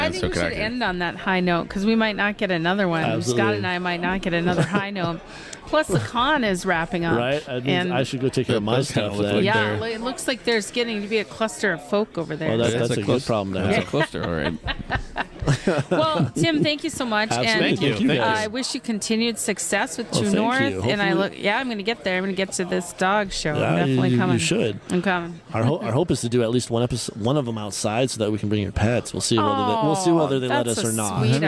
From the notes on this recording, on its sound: Live Broadcast - Bismarck Mini-Con. In our first live broadcast.